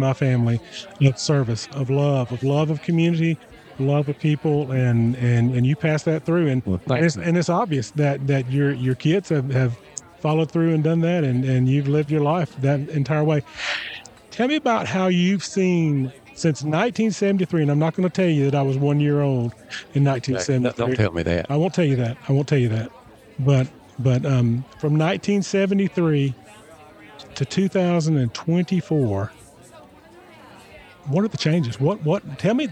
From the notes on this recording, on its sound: Joined us at our booth during the 2024 ACSW Convention in Orange Beach, Alabama for our first ever on-location podcast!